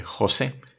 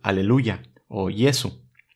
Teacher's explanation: La J tiene el valor de la Y en español. No se pronuncia de manera áspera · Shown in: second take · como diríamos de José, sino más bien, por ejemplo, vemos en el misal aleluya o Yesu tal vez un poquito sutil, pero, pero sí hay una diferencia, ¿verdad?